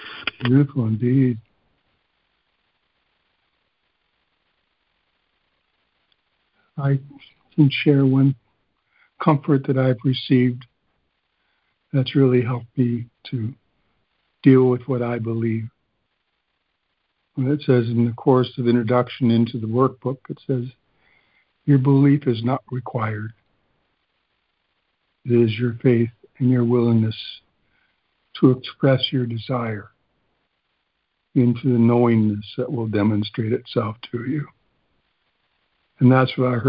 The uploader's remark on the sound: ACIM Daily Conference Call